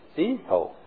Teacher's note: So, hijo in Spanish is H-I-J-O. And the I is pronounced as an E.